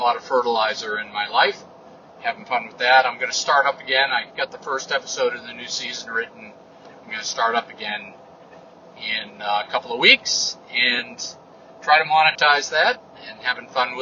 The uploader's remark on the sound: an unscripted update from the truck